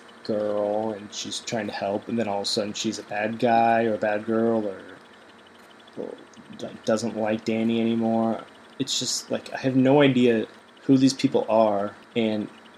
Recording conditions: sounds in the background